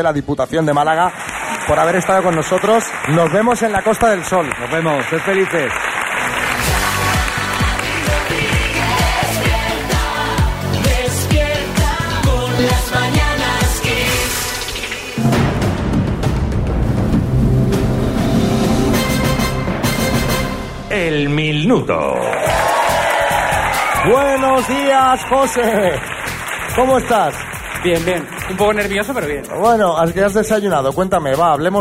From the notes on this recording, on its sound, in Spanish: Las Mañanas KISS en directo desde MADRID. Este viernes hemos salido al exterior para hacer nuestro primer programa en directo del año, y el lugar elegido ha sido los Teatros Luchana de Madrid.